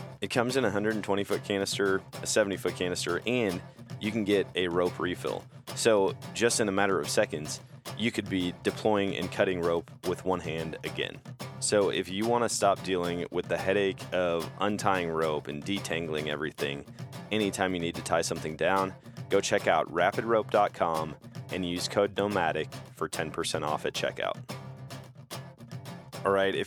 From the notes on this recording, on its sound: At a public land deer camp. Have been hunting public land in Wisconsin for the past several days.